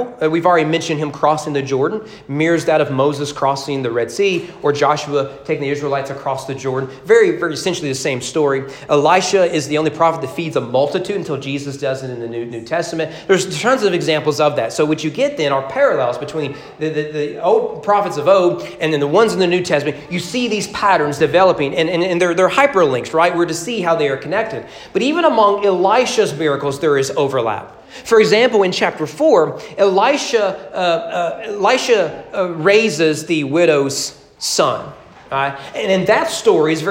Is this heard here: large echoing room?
yes